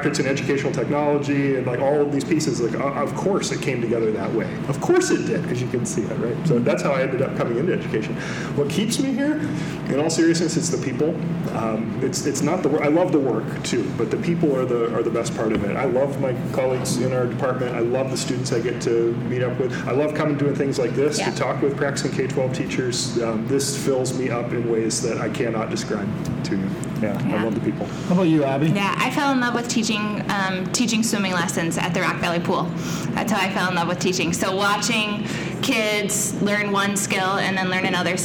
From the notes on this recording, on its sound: Recorded with a Live Audience at Sioux Falls Christian School! They invited us to record an episode with their whole PreK-12 faculty. Our apologies for the slightly less-than-optimal audio quality that comes with recording in a large room. We solicited questions from the crowd related to empowering learners.